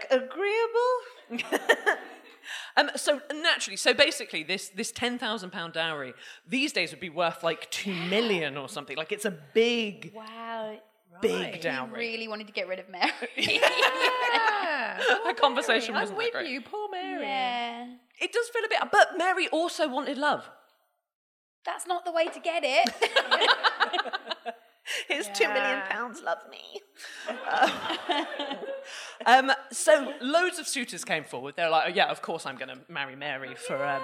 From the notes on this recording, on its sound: 250 DWSC LIVE. We finally get a member of the audience up on the mic to earn a bottle of cava by sharing a crime story from their lives.